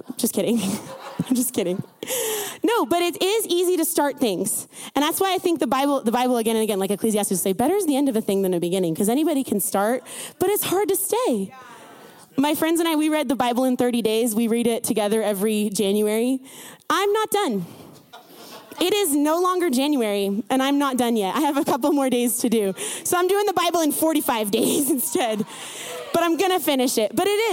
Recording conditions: live audience